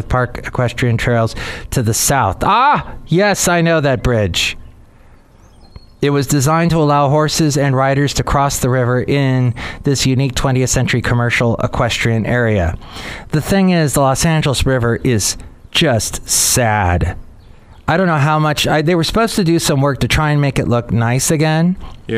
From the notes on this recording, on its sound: podcasts live from Café Anyway